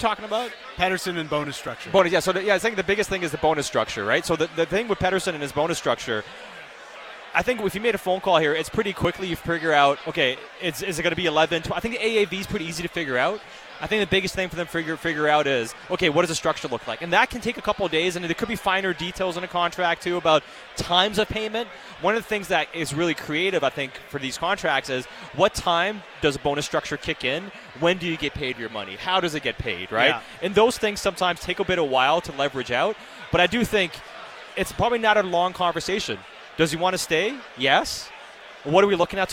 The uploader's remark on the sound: live at the JCC Sports Dinner